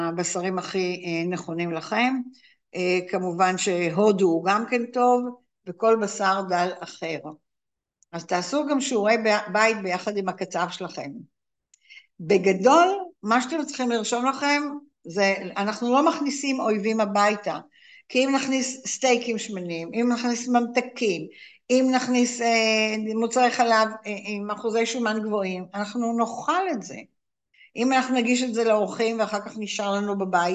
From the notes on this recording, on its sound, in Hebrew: הקלטה של הרצאת זום